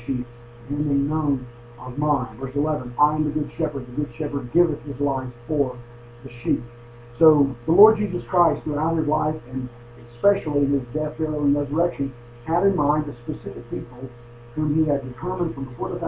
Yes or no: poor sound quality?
yes